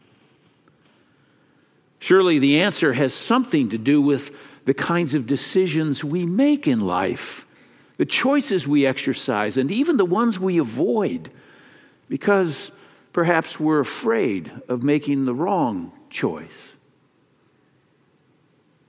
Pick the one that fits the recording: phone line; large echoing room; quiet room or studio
large echoing room